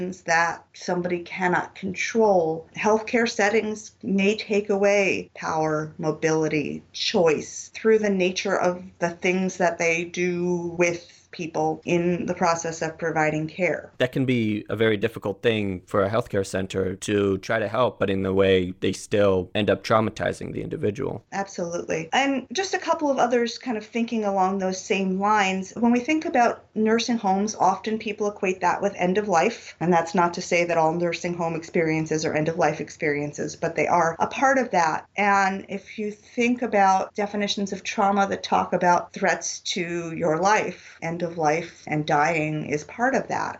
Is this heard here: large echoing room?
no